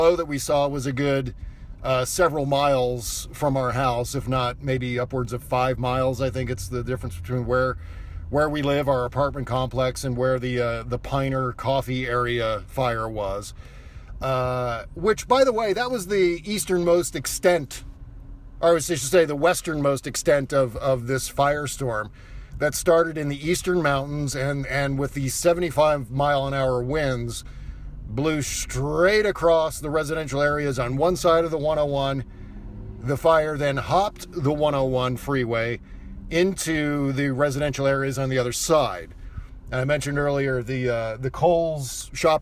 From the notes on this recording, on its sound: Podcasting from the evacuation zone near the catastrophic Santa Rosa, CA firestorm. I recorded the show in my car, parked at the intersection of Piner Rd and Coffey Ln, a few blocks from the devastation shown in the attached photo. The audio and show format are different due to recording on an iPhone without all of our usual fun noises, etc.